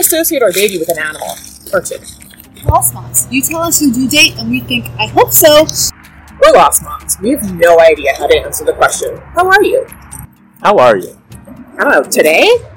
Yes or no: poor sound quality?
yes